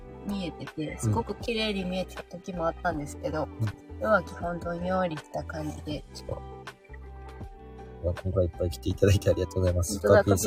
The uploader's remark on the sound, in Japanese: LIVE キャンプ場からお届け。